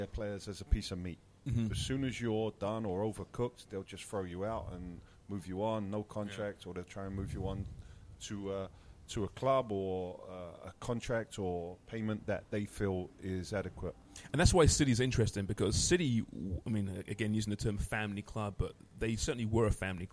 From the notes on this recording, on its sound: On location this week at one of our favourite establishments in downtown Toronto as we celebrate Family Day.